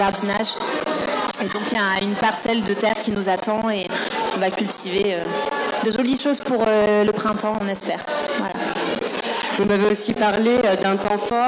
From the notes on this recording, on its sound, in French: plateau radio en direct de la cantine de Coco Velten et en public.